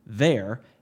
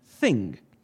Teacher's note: Vocal cords aside, th and th are otherwise mechanically identical. The position of the tongue is placed between the teeth, and air is pushed over the tongue and past the teeth in order to produce the sound. Phoneticians, who are linguists that study speech sounds, would call these sounds dental fricative consonants, with th being a voiced dental fricative and th being an unvoiced dental fricative. · The first is voiced, which means the vocal cords are engaged in the production of the sound, and the second is voiceless, which means the vocal cords are not engaged in the production of the sound.